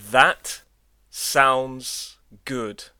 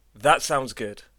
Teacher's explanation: 第二次读这句话的时候，单词 that 结尾的发音 t 听不到了。 · Shown in: second take